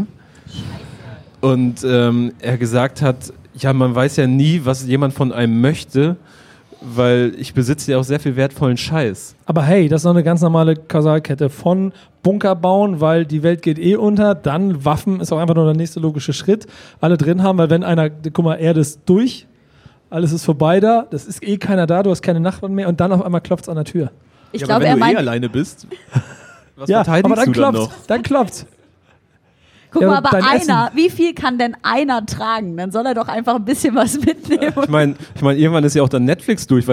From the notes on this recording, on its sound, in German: In der Live-Ausgabe vom BACKSPIN-Stammtisch beim diesjährigen Reeperbahn Festival